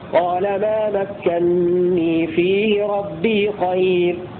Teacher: ومكنني أظهر دليلا قرأ ابن كثير بنونين خفيفتين الأولى مفتوحة والثانية مكسورة على الإظهار في قال ما مكنني فيه ربي خير. وقرأ الباقون بنون واحدة مشددة مكسورة